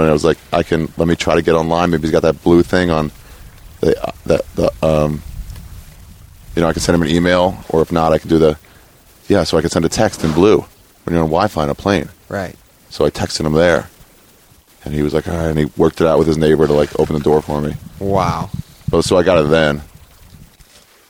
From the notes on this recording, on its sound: We drove out to Joshua Tree, ate some shrooms, and wandered out into the wilderness. Is probably the first podcast recorded at Joshua Tree National Park.